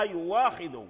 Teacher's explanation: فيؤاخذ الألف جاء بعد الهمز، ورش يبدل هذه الهمزة واو.